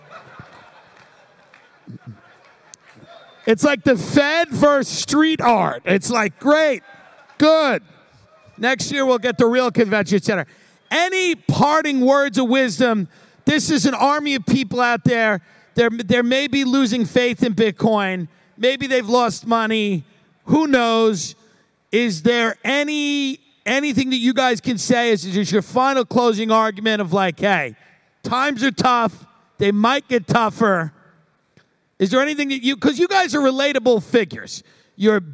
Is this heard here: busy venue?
yes